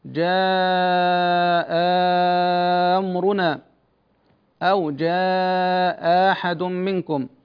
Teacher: وهو إبدال الهمزة الثانية، إبدالها حرف مد، فالمفتوحة يبدلها ألفا، والمكسورة يبدلها ياء، والمضمومة يبدلها واوا.